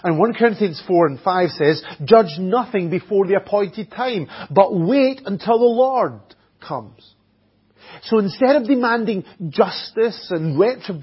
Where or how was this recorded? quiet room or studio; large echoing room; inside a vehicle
large echoing room